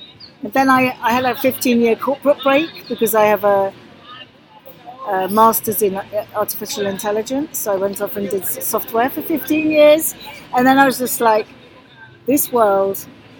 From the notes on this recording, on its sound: on the ground at the European Forum for Restorative Justice Conference, June 2023